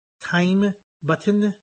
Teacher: how the tip of the tongue does not hit the alveolar ridge. · Term: T slit